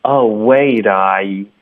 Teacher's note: 这前三个音节是三个不同的双元音，大家都一定要发的饱满 · Oh wait 的特呢跟 I，这个要连读，wait I 特的音啊、同时也会浊化成一个的的音